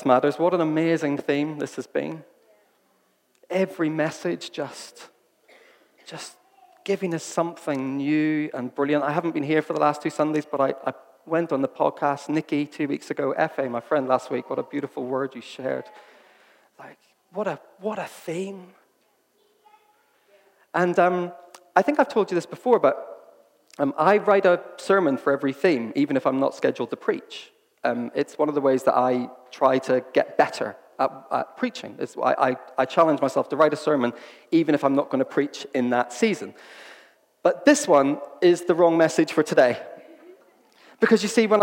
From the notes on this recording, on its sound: This was recorded at Skylark Church on 1st September 2019.